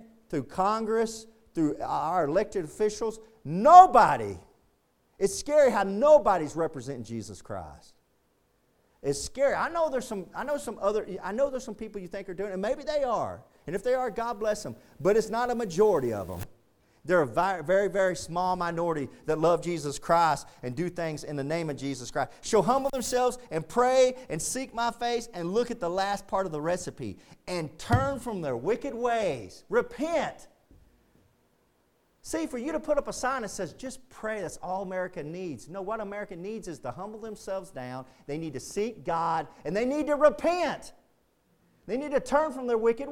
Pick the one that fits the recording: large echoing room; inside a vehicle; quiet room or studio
large echoing room